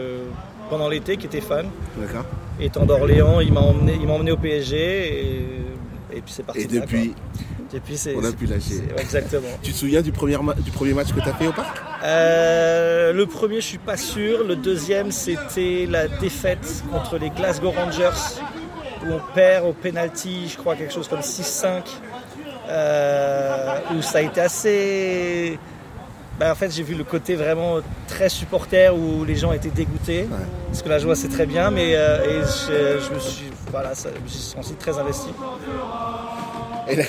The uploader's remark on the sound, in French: Les conditions venteuses peuvent affecter la qualité audio par moments.